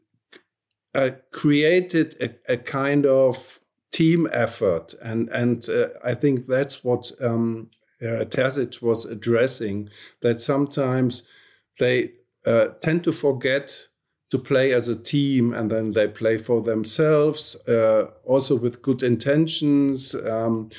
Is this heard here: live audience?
no